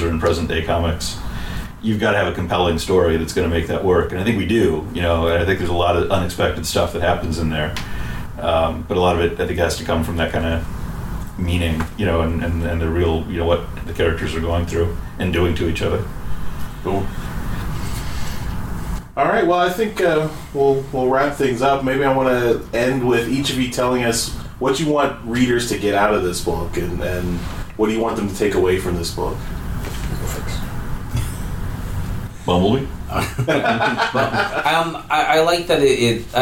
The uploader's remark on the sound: We’re live at TFcon Toronto 2017. On this episode, we’re live at TFcon Toronto 2017.